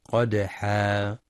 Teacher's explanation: ينتبه لتفخيم القاف في قدحا مع قلقلة الدال الساكنة والوقف بمد العوض بمقدار حركتين قدحا.